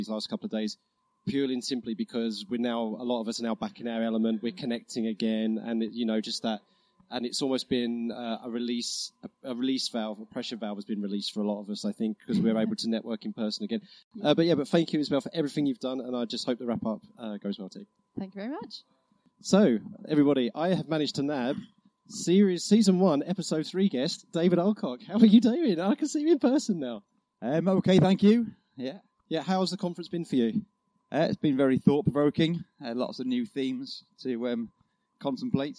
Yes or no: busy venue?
yes